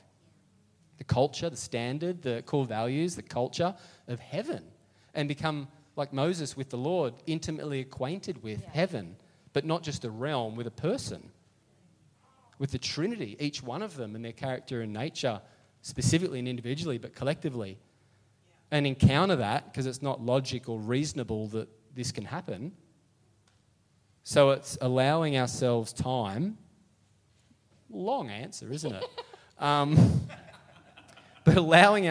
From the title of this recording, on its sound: LIVE at Echo Church